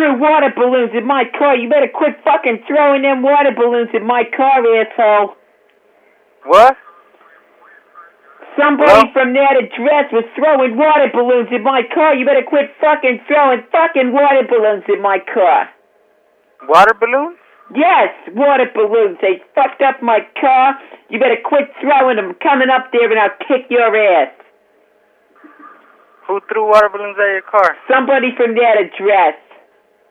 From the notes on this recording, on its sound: Prank Phone Calls